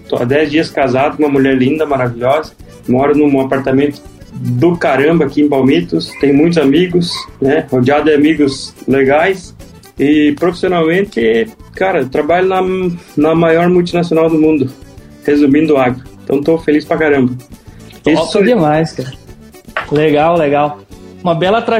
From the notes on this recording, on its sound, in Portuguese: participou como convidado de uma live no Instagram